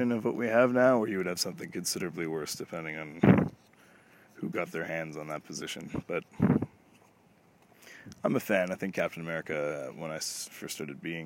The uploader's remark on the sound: I headed to the outdoors of a local Provincial park, and just threw around some ideas on route. That is the wind you can hear some time, so I apologize for that.